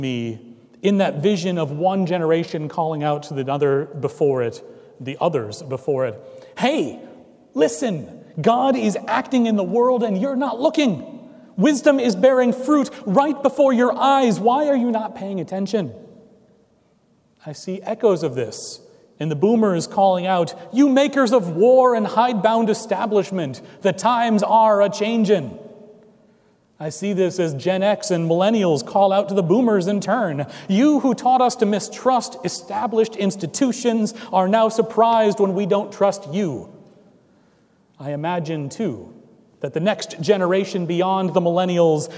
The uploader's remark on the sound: Recorded on July 9, 2017 at Trinity Presbyterian Church in Bixby, Oklahoma